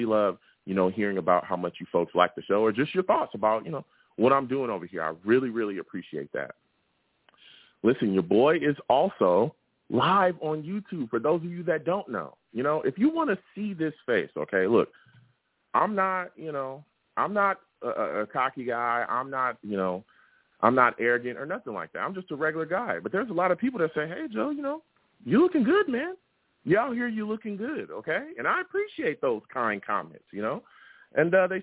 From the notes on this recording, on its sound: I also take live callers!